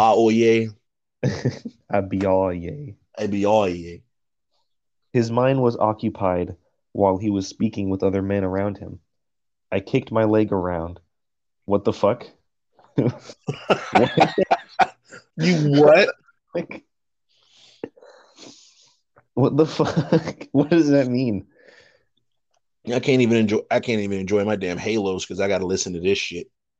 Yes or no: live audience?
no